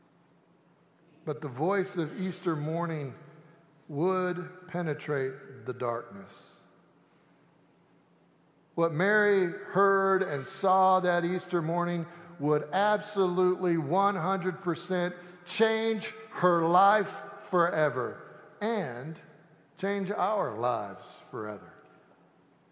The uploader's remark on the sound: Easter Sanctuary Service